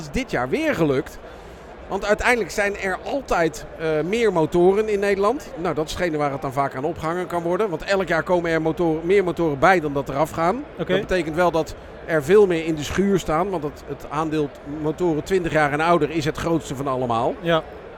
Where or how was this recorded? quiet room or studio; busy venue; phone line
busy venue